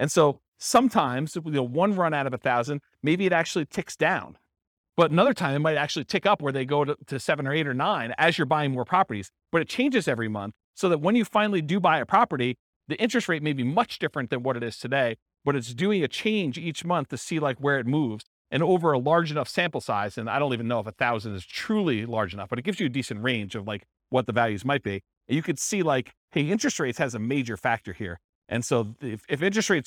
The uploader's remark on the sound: This was a live class recorded